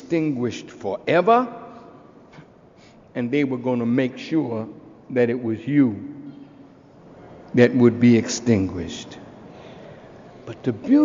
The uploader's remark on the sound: This podcast is an excerpt from a message by the same name delivered October 28, 2007 in Chicago, Illinois.